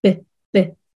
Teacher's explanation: B は唇をバンっていうのがポイントになって、これが、えっと、破裂音っていう音の種類になります。破裂音。うん、うん、なので、この B の発音してるときって、この唇でバンバンっていう感じがすると思うんですね。ブッ、ブッ。あ、確かに。ブッ、ブッ。そうそうそうそう。こう、バンバンっていう感じだと思うんですけれども、これが破裂音の特徴になります。で、この感じでさっきの単語を言うと、best. best.う